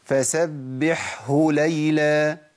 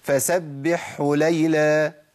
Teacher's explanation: الحاء ابين واظهر، احنا لسه بنقول الهاء بتختفي تقبل الخفاء، فاللي بيحصل ايه؟ الهاء ممكن تضيع مني خالص، تبدل بحاء وتضغم · Shown in: second take